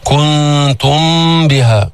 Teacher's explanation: اثنين غنة، أول غنة غنة الإخفاء، نون ساكنة عندها تاء بعدها تاء إخفاء، بعدين ميم ساكنة بعدها باء كمان إخفاء شفوي فيه غنة بدون تشديد